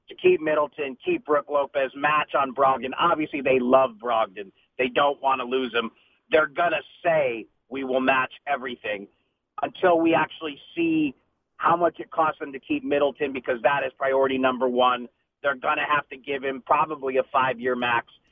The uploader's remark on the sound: called in to the Ben and Skin show